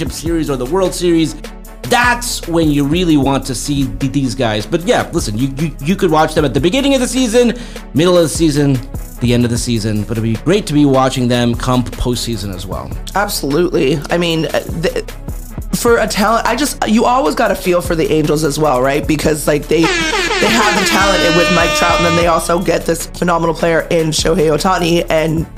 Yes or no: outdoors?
no